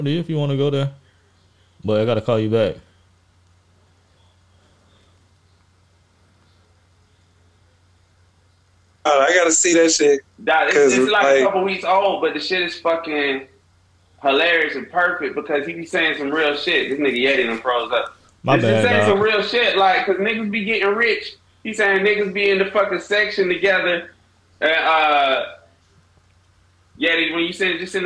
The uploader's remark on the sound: IG LIVE PARTY OF FOUR.